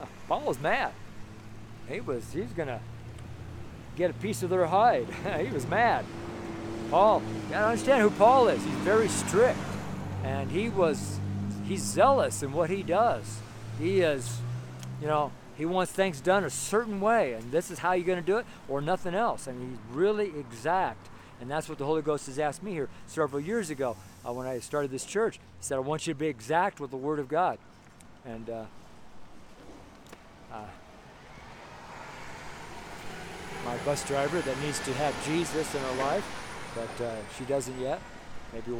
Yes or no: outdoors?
yes